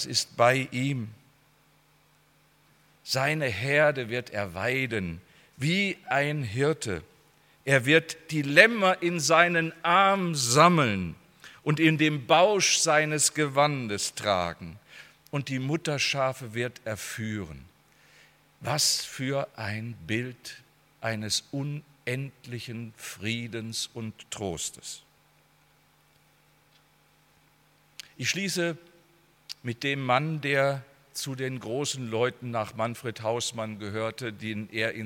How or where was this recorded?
large echoing room